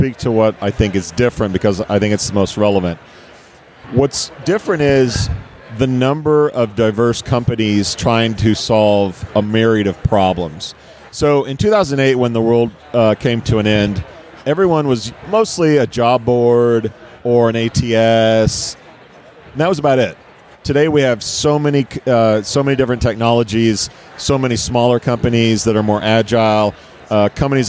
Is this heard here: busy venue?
yes